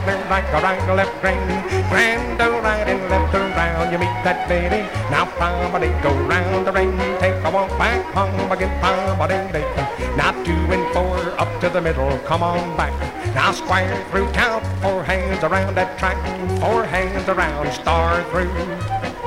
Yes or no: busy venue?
yes